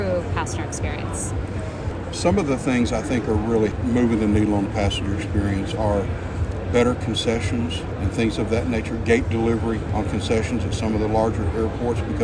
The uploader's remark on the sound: Live Interviews from AAAE Annual Conference. Conducted live interviews at the conference in June 2023.